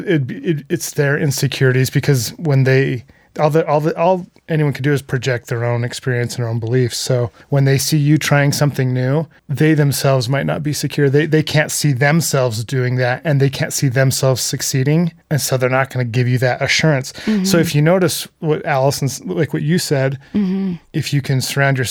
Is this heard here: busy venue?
no